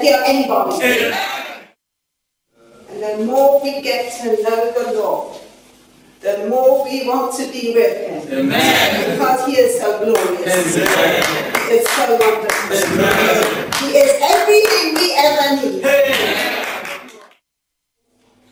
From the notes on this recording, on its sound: This lesson was recorded live at a training session.